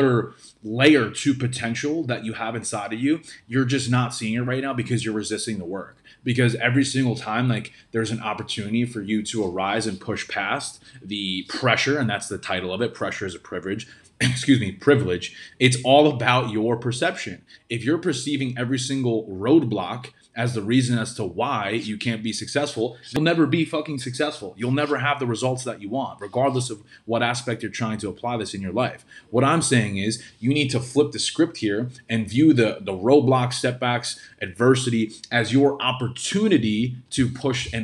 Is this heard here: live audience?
no